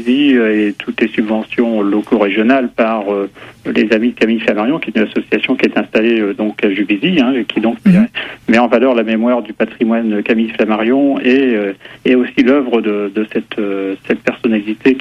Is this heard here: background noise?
no